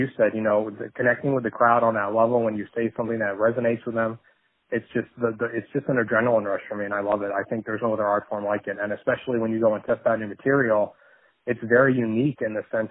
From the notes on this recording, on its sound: On the phone